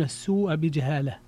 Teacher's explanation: في قوله السوء بجهالة هنا مد متصل